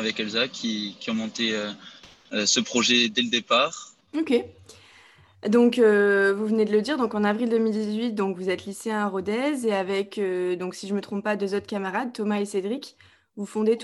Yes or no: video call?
yes